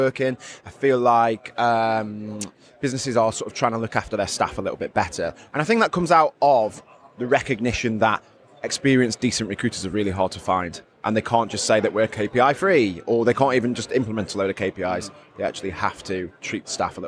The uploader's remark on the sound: I recently attended the Recruitment Agency Expo in Birmingham, so I thought I would walk around with the microphone and record some podcast episodes